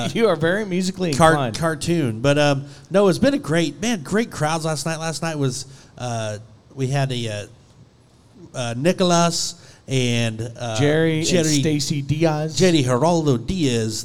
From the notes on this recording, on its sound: Joins us live at Brewster Street Pub in Corpus Christi! We are in town for the Buc Days WCRA Rodeo!